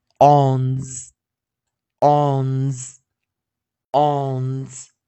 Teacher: don'tWhy? Yeah, yeah, yeah. Yond, yond, yond.好，那再来，A WN。A W N 如果它有复数型的话，该怎么发音？注意，我们在这个地方，我们直接把它的 S 哦，直接替上，替它加上一个 S，就是它的复数型了。所以这个 S 前方是 N，所以它会浊化念 Z。，ons，ons，ons，ons。再一遍哦，ons，ons，ons，ons。记得这个结尾 s 浊化哦。好